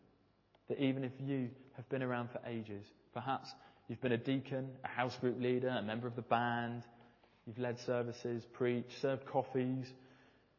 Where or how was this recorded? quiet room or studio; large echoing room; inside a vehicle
large echoing room